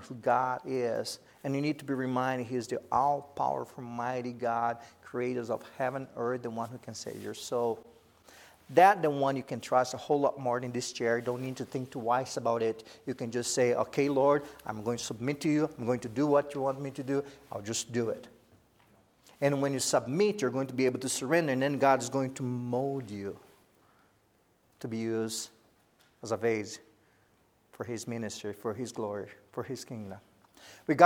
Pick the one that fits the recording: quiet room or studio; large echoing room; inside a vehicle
large echoing room